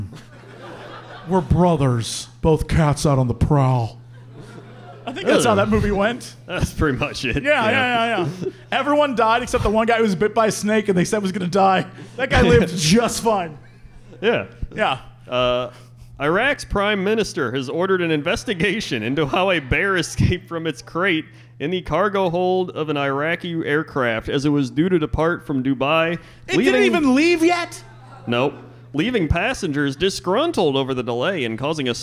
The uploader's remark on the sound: return to Chicago once again for a live show